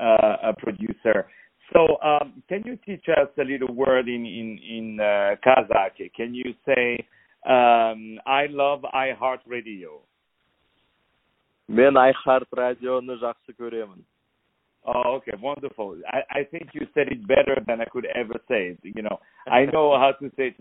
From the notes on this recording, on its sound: On the phone